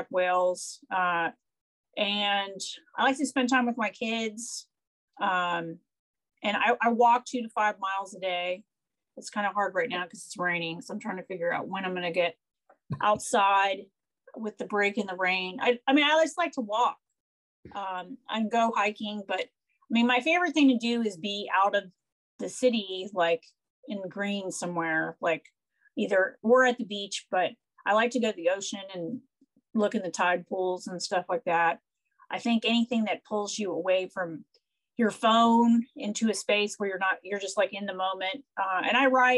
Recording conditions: video call